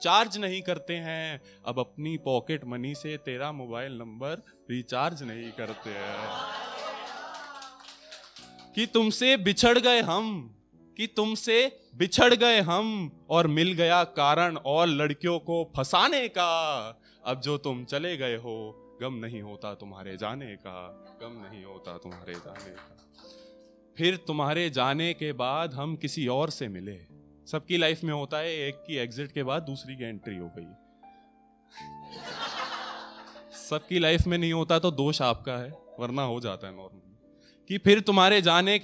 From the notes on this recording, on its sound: brings you the best audio performances from our weekly poetry events